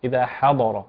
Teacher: نراعي أيضا ترقيق الحاء لأنها سبقت حرفان أو سبقت حرفين مفخمين